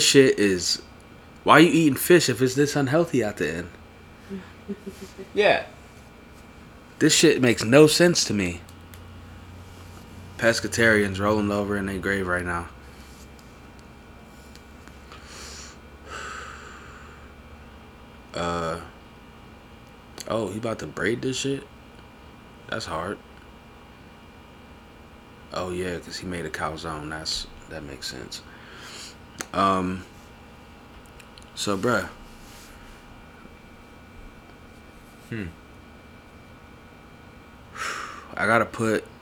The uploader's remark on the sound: Quiet Episode, Like Almost ASMR Quiet.